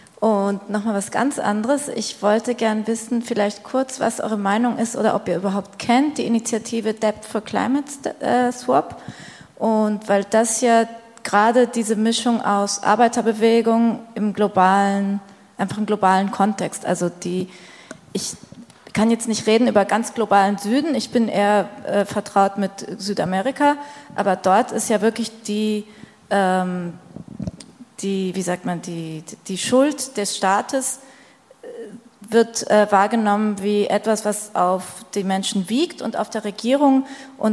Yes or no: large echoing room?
yes